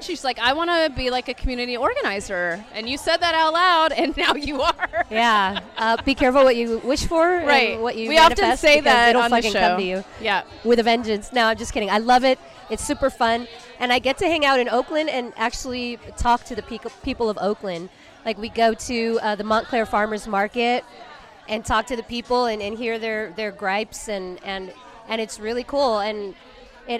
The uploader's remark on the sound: We're recording LIVE from the That's What She Said monthly event created for womxn by womxn in the heart of the Fillmore district of San Francisco. At the bar of The Social Study.